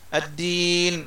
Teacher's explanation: لو قلت هكذا الدين ورحت ضميت شفايفك، يعني ضممت شفتيك إلى الأمام، أنت الآن أتيت بواو يعني مشمومة